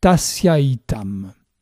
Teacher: La première expression du second vers Tassia itam est la ligature de deux mots, Tassia et etam. La voyelle A finale de Tassia fusionne avec la diphtongue E initiale de etam pour former la voyelle longue AI. Tassia plus etam donne tassiaitam.